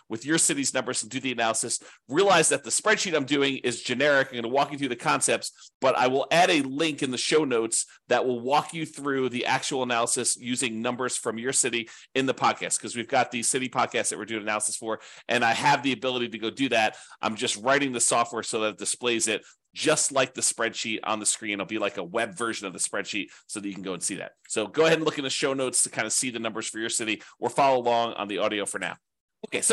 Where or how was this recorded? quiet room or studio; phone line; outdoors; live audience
quiet room or studio